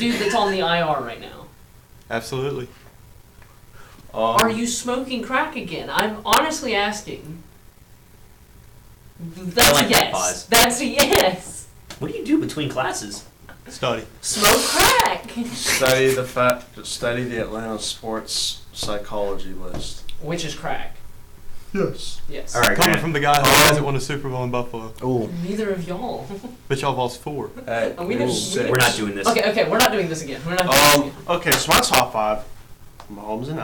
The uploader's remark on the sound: AUDIO WARNING